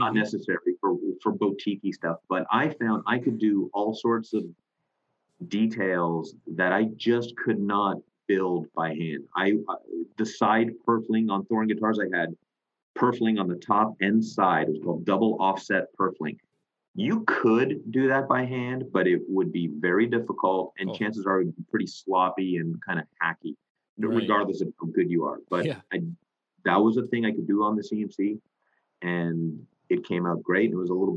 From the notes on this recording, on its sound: chat with me via zoom